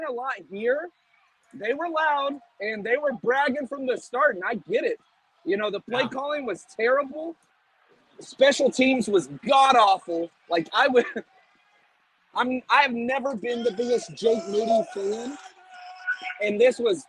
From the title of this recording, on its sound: Live From Levi’s